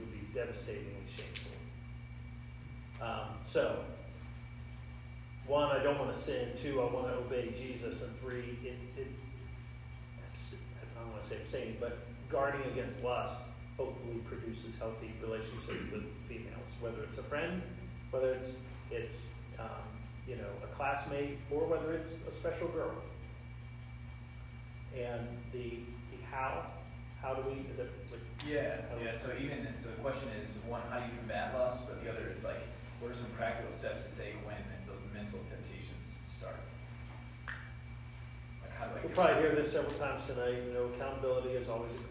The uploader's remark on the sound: Our apologies for the audio quality--we know it is not excellent